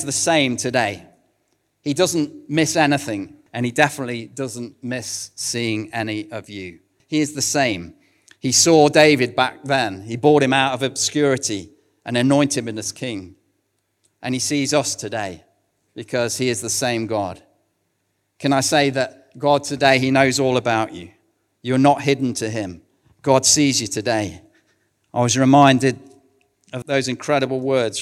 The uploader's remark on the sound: recorded at One Church Central